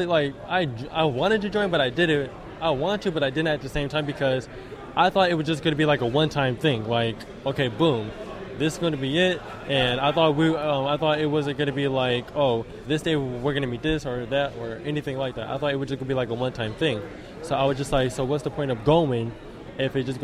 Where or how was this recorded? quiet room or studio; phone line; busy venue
busy venue